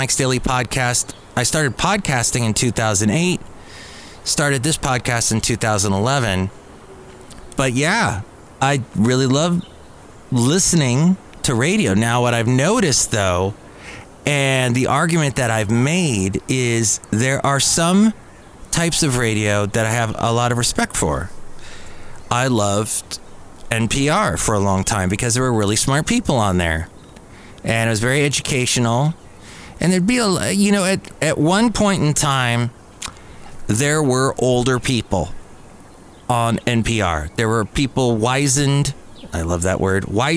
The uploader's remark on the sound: podcasts live from Cafe Anyway